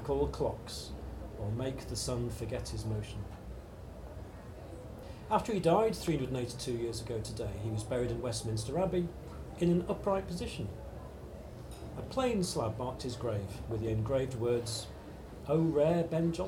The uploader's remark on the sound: Recorded at the Beehive Inn as part of the Scottish Comedy Festival in the Edinburgh Festival Fringe.